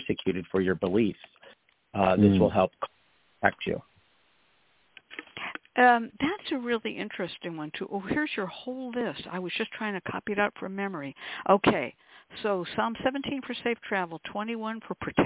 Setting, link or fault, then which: link, phone line